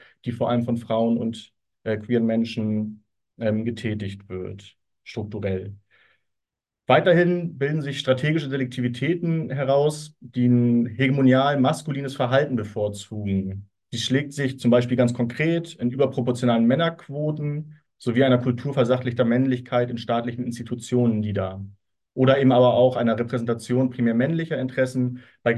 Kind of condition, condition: link, video call